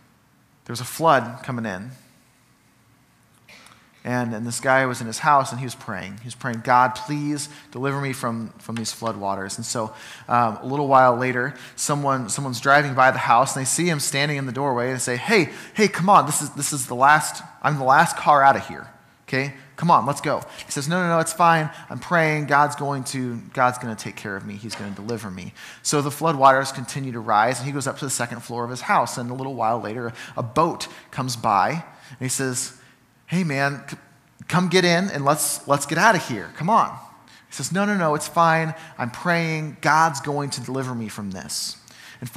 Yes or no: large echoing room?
yes